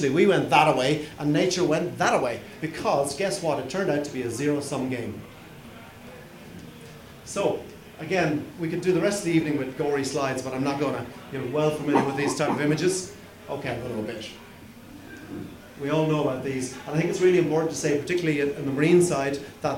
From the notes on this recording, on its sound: I am bringing you a recording of a talk. The talk was recorded during the March Green Drinks event hosted by The Dublin Branch of The Irish Wildlife Trust.